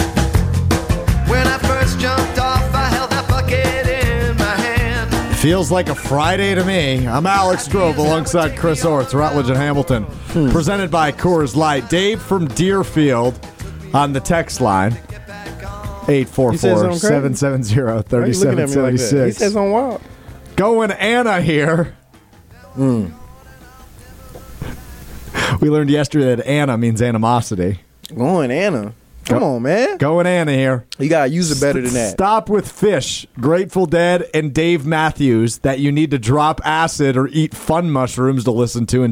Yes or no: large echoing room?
no